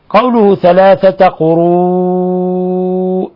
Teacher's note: مد متصل، مد متصل، يمد من 4 إلى 5 حركات